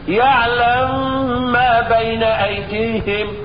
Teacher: سكنت الميم وبعدين اضغمتها في الميم المتحركة اللي بعدها · Term: الادغام الكبير